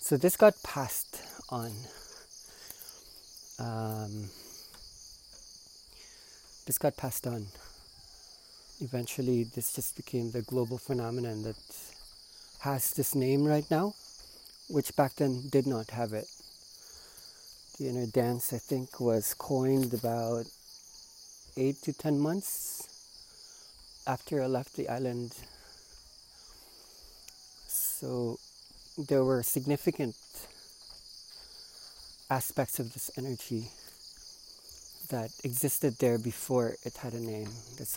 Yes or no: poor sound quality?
no